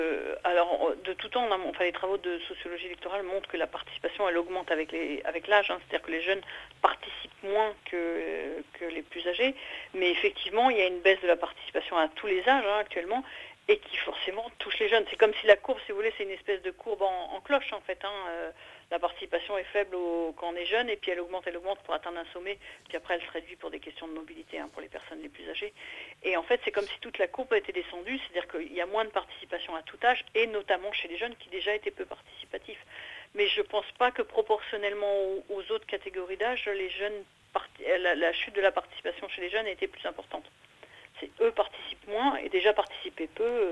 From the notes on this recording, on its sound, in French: Au téléphone depuis Tours. En plateau.